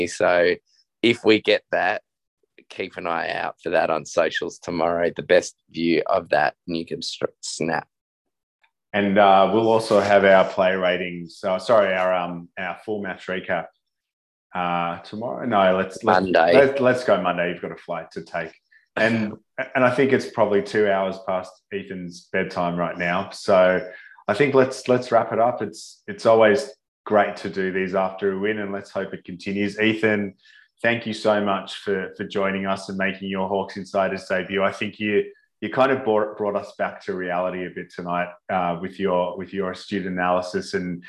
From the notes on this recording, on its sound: In the minutes following Hawthorn’s unexpected win against top four fancies Port Adelaide. Jumped on Zoom for a very raw post-win player ratings. Was dialling in from his Adelaide hotel room.